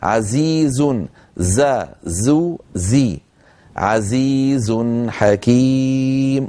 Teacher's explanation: فلا بد من بيان هذا الحرف لأنه حرف قوي فيه جهر وفيه صفير